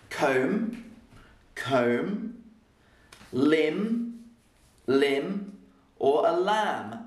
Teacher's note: I just say comb, limb, and lamb. So I still say the M. So the M is not silent. The B is silent because I don't say the B.